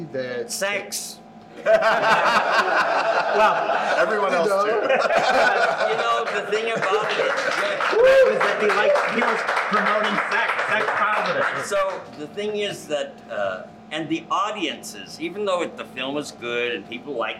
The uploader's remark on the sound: while we were in Palm Springs Live at the Tool Shed bar during Palm Springs Leather Pride weekend